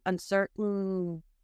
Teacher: Otherwise, it would sound like, uh-oh, uncertainty. It's like your throat closes and you're making the N movement with your tongue. · Term: glottal stop